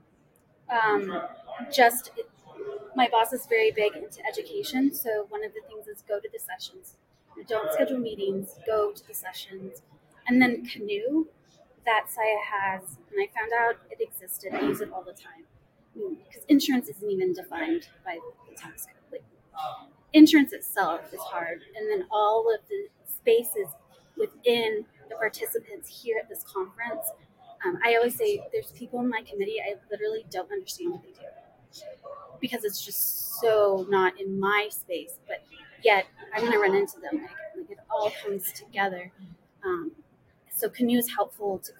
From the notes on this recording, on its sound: Live at the SIIA 2022 Engage Conference